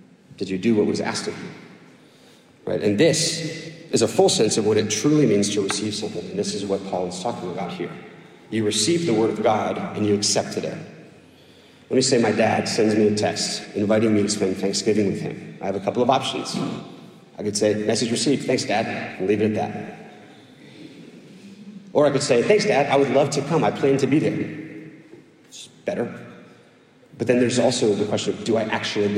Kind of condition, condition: setting, large echoing room